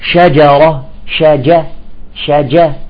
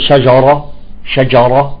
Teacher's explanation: إذا كانت مجاورة للراء أو الألف يجب الاحتفاظ بالترقيق · Shown in: first take